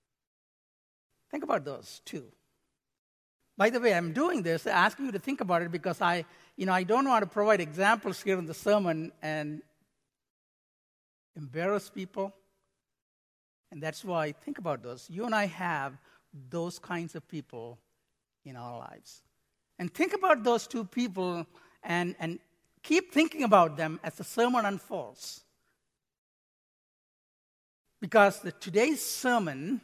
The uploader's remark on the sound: Midland Evangelical Free Church Sermon Audio